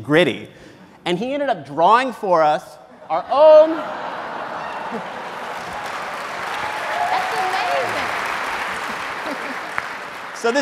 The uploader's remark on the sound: Recorded in front of a live audience at the National Constitution Center in Philadelphia.